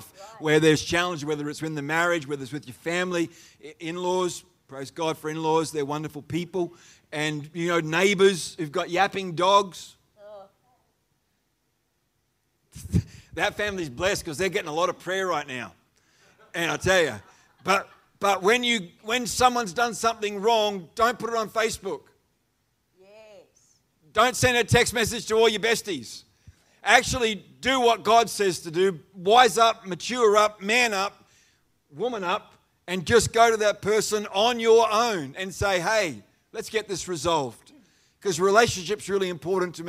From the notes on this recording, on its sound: The live stream of Destiny Church Atherton.